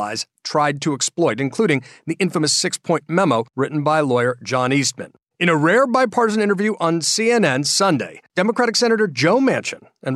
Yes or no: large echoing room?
no